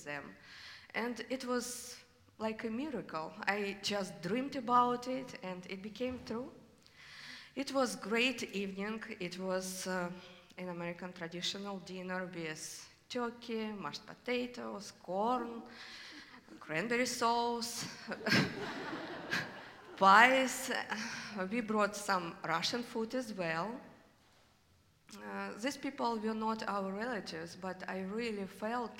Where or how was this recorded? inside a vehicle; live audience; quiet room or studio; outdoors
live audience